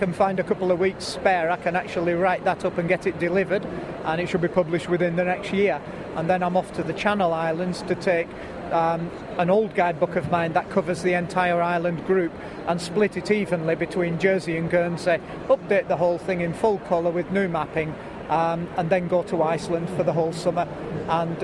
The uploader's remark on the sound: Part 2 from The Outdoors Show at the NEC